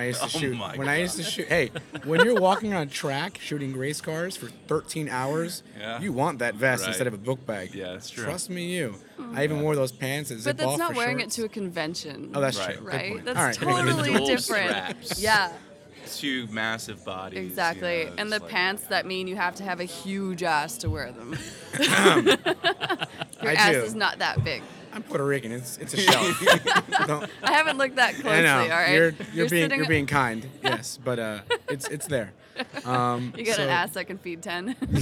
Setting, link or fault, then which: setting, busy venue